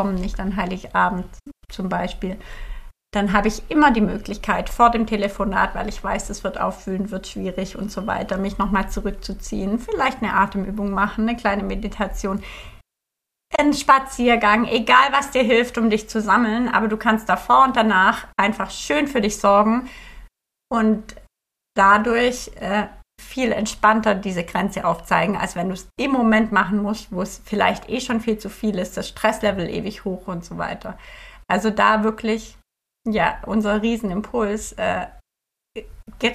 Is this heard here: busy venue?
no